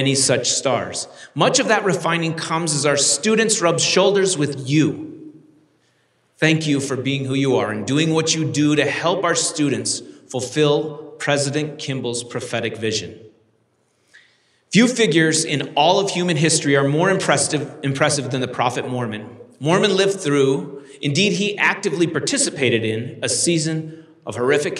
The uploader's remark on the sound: delivered this University Conference address on April 27, 2023